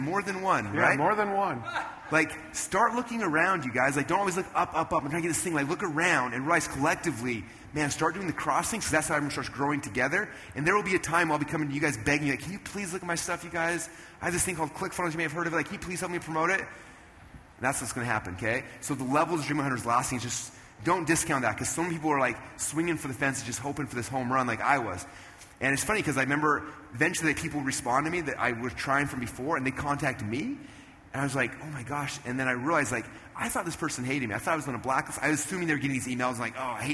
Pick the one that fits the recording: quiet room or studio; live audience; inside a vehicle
live audience